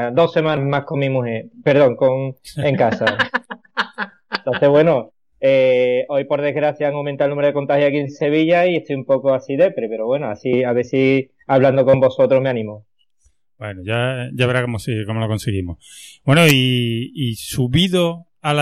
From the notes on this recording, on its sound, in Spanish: pedir disculpas por la calidad del sonido, que no han sido las que deseamos porque estamos supeditados a skype en esta ocasión